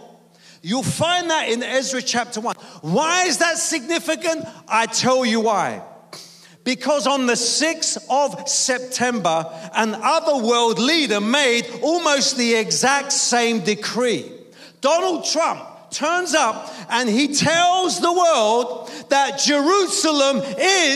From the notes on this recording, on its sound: preaching at a Church in Thailand